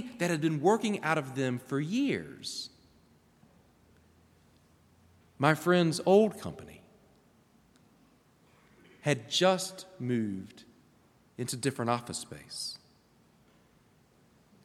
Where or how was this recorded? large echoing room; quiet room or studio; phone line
large echoing room